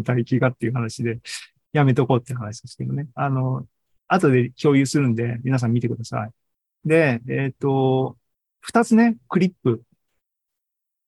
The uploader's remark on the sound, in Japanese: ２０２３年８月２６日に開催した ZOOMライブの模様です